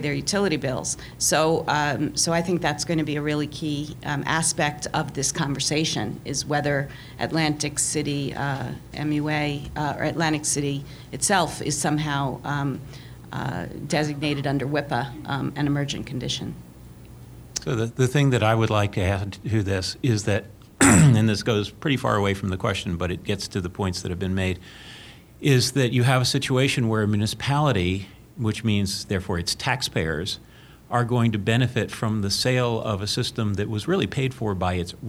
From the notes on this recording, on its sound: This NJ Spotlight Roundtable was held Friday, April 1st, 2016 at Mercer County Community College, James Kerney Campus in Trenton, N.